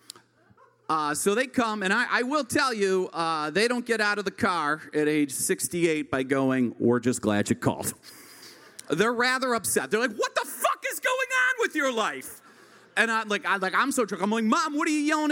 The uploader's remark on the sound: CHIRP Radio’s Live Lit and Music series, ‘The First Time’, is unlike any storytelling show in Chicago. This unique structure allows the story to resonate with audience members as they experience the accompanying song covered by our house band, live at Martyrs in Chicago's North Center neighborhood.